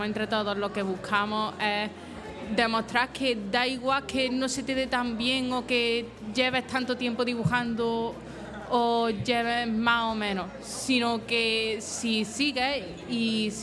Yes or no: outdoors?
yes